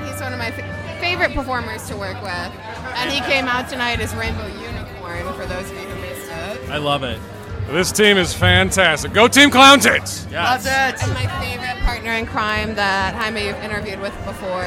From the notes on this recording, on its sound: Recorded at the GlitterGuts Dance Punk Circus at the Metro. Featuring event attendees.